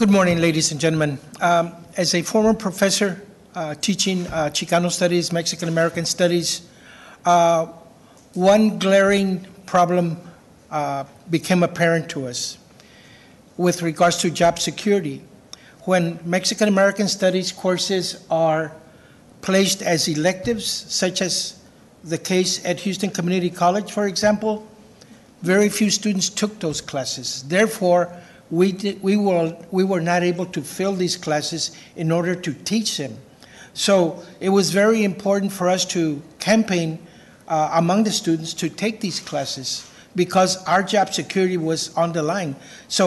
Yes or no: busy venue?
yes